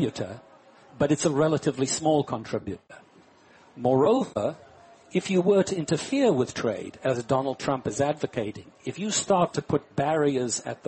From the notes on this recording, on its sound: Live from Smith & Wollensky in Boston.